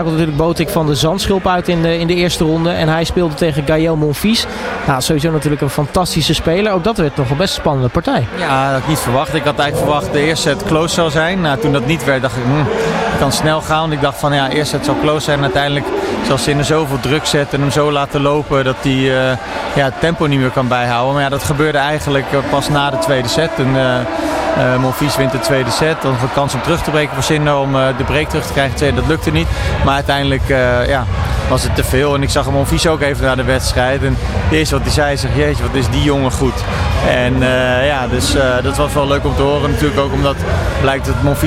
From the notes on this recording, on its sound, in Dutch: ALLsportsradio doet deze week dagelijks live-verslag vanaf het ABN AMRO Open.